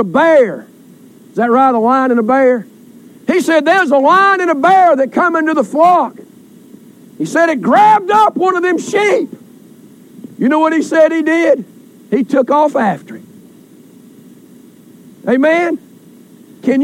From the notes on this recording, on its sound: Recorded during Family Day outdoor service